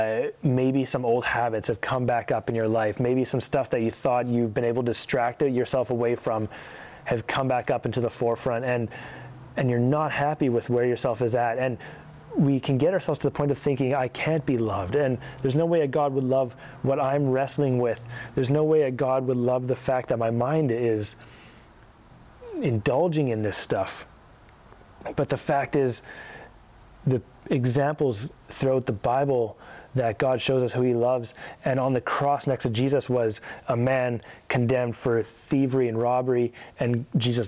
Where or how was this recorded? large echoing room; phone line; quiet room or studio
large echoing room